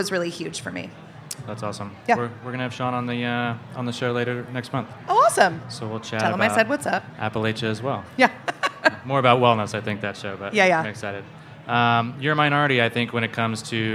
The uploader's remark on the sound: We sat down to chat in special live episode of Opening Soon.